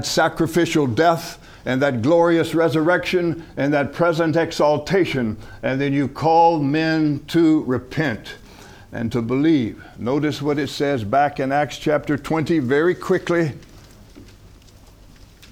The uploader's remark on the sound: From the HeartCry Asia Conference 2023